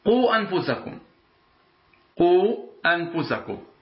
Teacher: فمثلا كلمة قو أنفسكم، قو أنفسكم، قو هذه قاف، قاف مضمومة، والواو هنا ماذا؟ الواو ساكنة، ما قبلها مضموم، إذن هي حرف مد